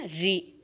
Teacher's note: రికారానికి ఉచ్చారణ స్థానము మూర్ధ. మూర్ధ అంటే తెలుసు కదా, పైన ఉన్నది, ఆ అంగిలి నాలుక పైభాగం ఏదైతే ఒక గుహలా ఉంటుందో దాన్ని మూర్ధ అంట.